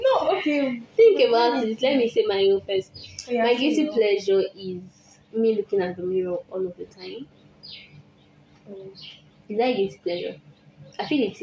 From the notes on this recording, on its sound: We recorded this episode in a village so you might be hearing chicken sounds